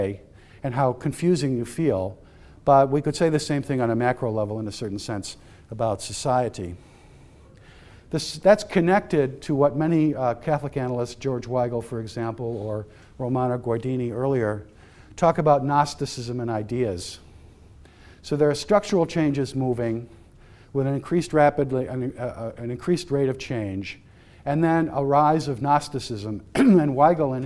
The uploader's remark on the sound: lecture was a part of the Society of Catholic Social Scientists Conference